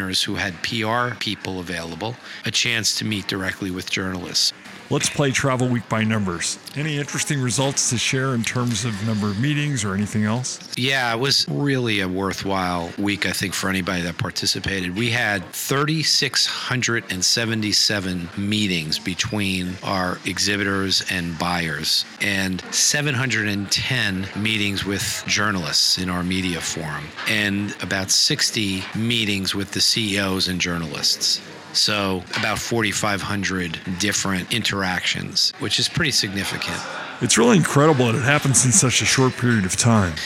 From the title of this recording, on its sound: Live From Travel Week